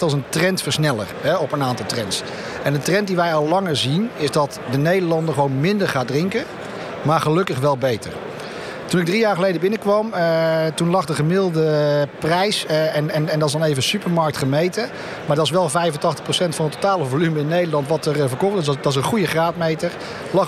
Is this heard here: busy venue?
yes